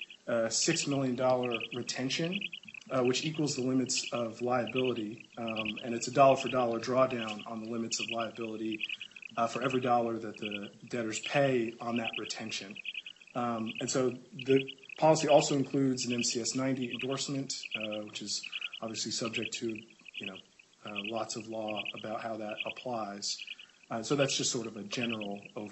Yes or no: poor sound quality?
yes